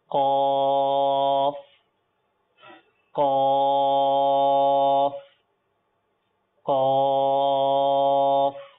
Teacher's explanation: জিব্বার গোড়া ও তালুর নরম অংশ থেকে উচ্চারণ হয়